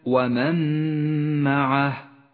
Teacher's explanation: بنفس الآية ومن معه إدغام بغنة تغن فيه الميم بمقدار حركتين